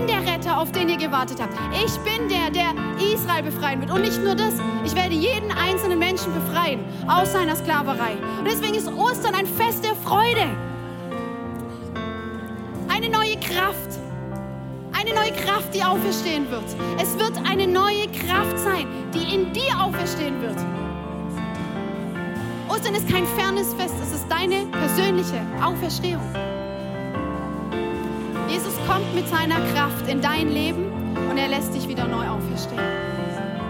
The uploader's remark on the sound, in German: Audiomitschnitt der Predigt vom 09.04.23.